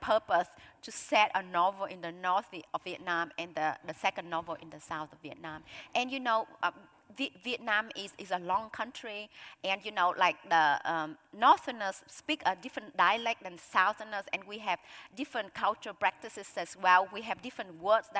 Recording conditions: live audience